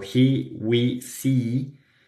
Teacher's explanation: tenemos la vocal E tensa en palabras como he, we, see